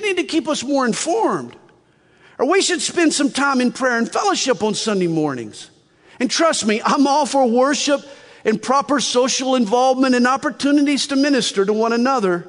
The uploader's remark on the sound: From the Northern California and Nevada Calvary Chapel Pastor's & Leaders Conference October 4, 2021.